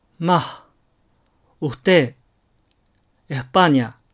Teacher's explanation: ステイ、エスパーニャという単語をあえて音節末のエセを弱化させて発音してみます